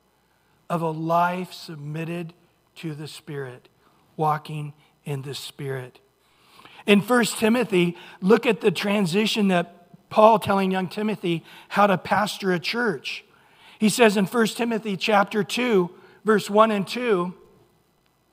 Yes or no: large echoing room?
yes